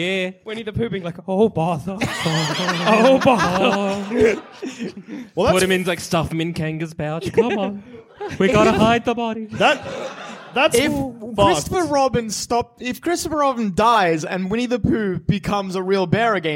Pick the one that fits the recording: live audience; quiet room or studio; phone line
live audience